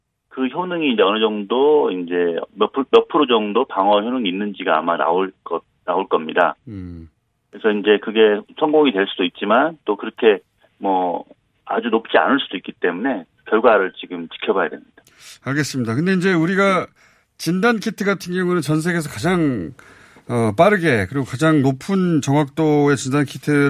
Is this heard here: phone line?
yes